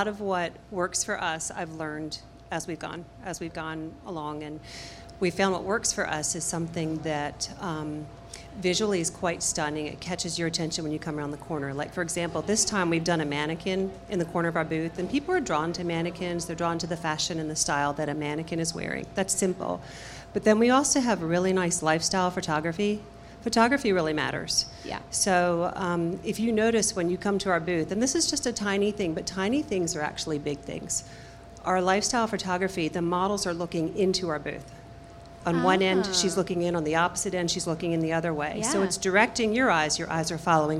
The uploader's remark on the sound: Live From AETA International Trade Show at Dallas Market. Join us for our very first Live Podcast Episode at the AETA International Trade Show!